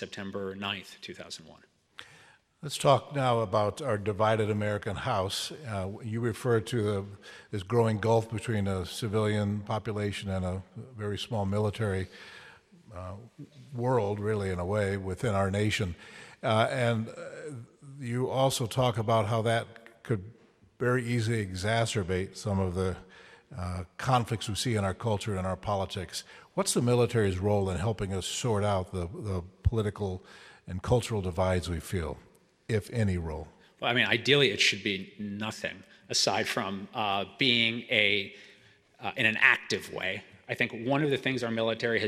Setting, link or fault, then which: setting, live audience